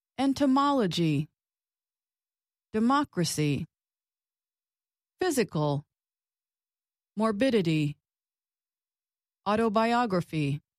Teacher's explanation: For these, the stress is on the third to last syllable.